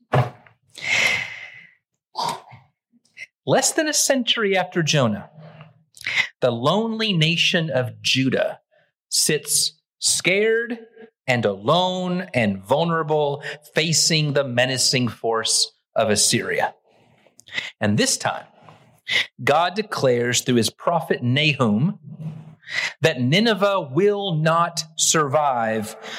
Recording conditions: large echoing room